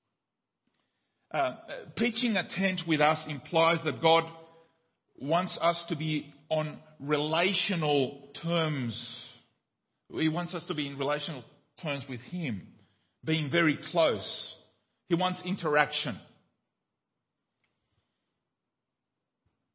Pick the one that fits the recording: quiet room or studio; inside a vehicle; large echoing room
large echoing room